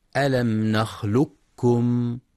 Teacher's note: وفي قوله تعالى: ألم نخلقكم من ماء مهين، في كلمة نخلقكم جاء بعد القاف الساكنة كاف متحركة، تقرأ لحفص بالإدغام الكامل بذهاب صوت القاف تماما، وتبقى الكاف مشددة